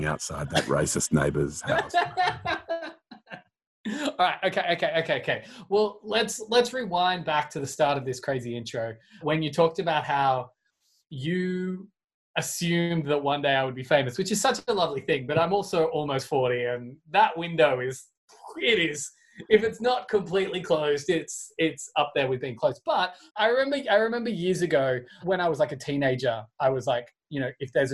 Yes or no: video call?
yes